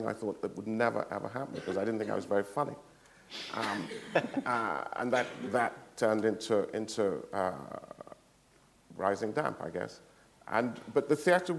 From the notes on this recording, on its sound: This is a recording of a live Platform event from October 2011.